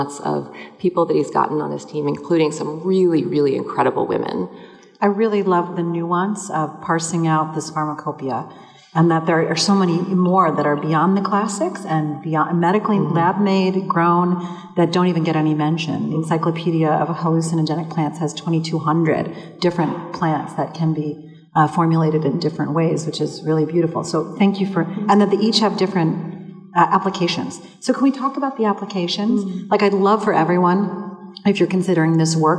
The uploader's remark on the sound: Live talks from the Sensing Woman : A multisensory event that took place at C24 Gallery in Chelsea, New York City. We will be sharing the different live talks from the Sensing Woman : A multisensory event that took place at C24 Gallery in Chelsea, New York City, five days of Art by 50 contemporary visual artists , along with conversation, storytelling and music.